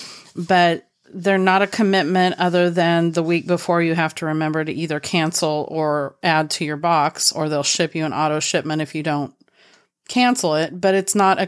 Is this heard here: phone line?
no